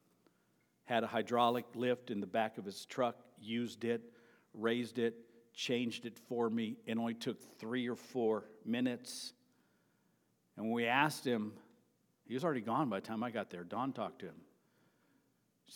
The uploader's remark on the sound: Sermon preached at Avondale Baptist Church on May 28.